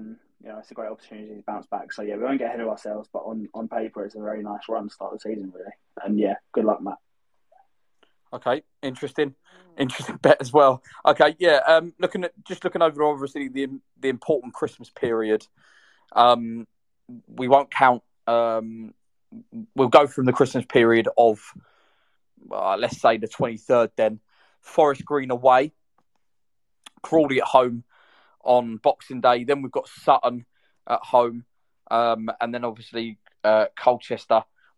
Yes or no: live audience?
no